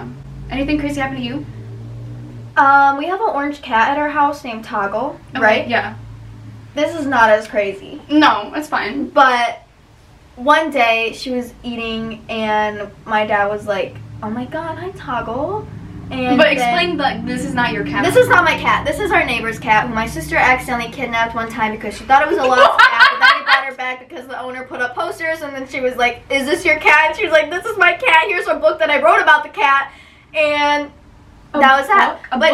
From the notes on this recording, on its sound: we know the audio sounds horrible.